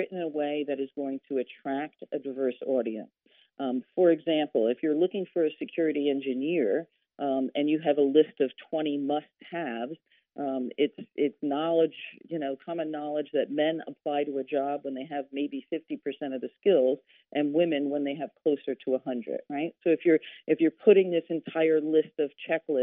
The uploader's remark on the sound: joined the podcast via phone